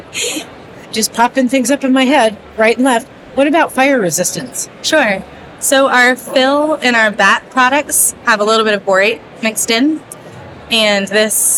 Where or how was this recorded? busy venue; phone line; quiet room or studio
busy venue